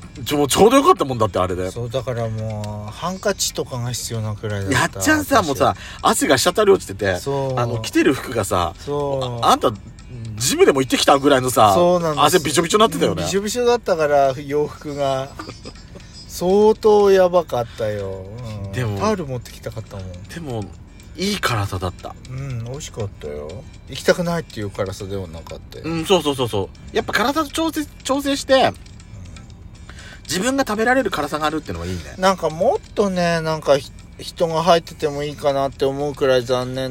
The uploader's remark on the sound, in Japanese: 2人組。パーキング収録。